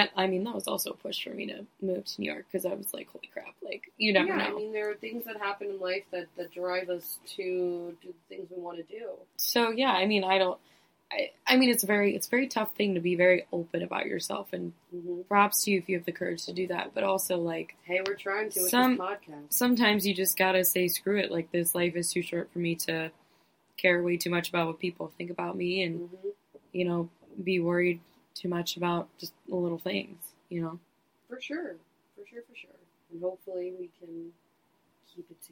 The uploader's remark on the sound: We didn't figure out we had technical issues with the mics until after the episode had been recorded multiple times. We apologize for the audio quality during this one.